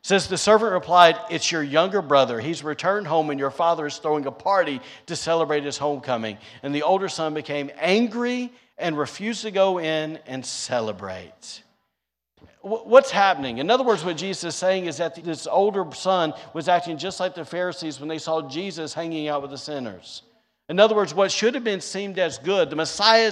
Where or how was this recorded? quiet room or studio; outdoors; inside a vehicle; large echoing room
large echoing room